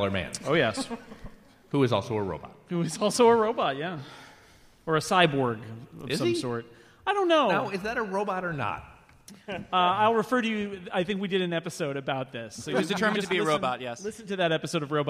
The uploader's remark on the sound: Live from the Now Hear This podcast festival in Anaheim.